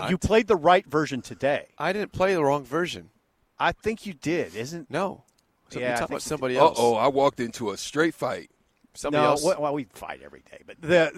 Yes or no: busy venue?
yes